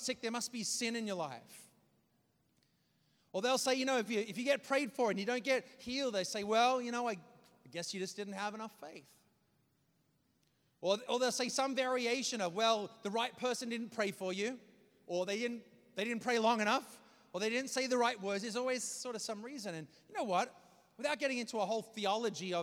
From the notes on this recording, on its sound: preached this message on May 7th at our Downtown community